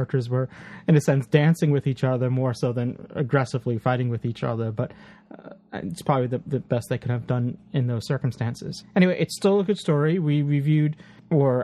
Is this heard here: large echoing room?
no